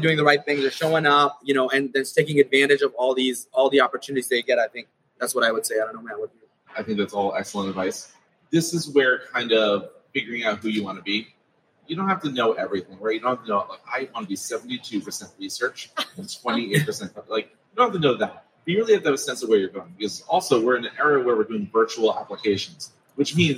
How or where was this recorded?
busy venue